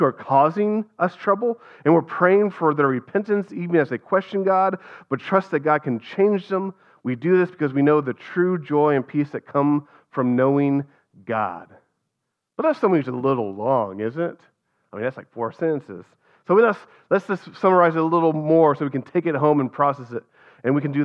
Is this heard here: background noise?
no